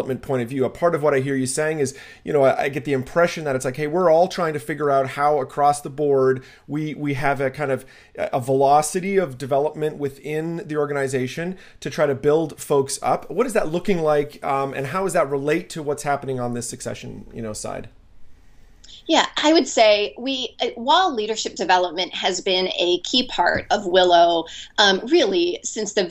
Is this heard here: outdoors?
no